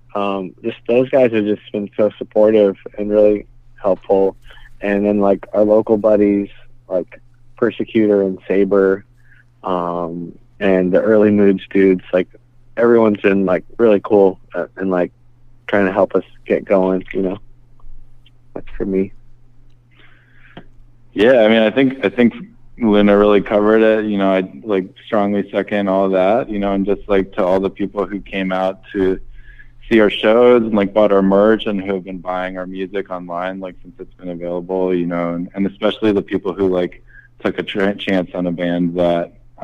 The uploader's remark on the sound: Partially in person from the West Coast Meets West End tour in September and some over the phone.